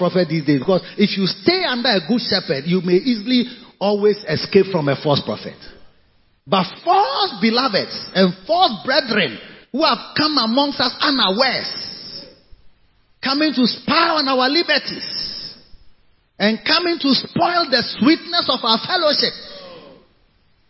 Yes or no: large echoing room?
yes